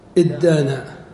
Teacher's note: طيب دانا نجعلها على بناء افتعل، فكان الأصل إد تانا، إد تانا، فنقلب التاء دالا فيحدث إدغام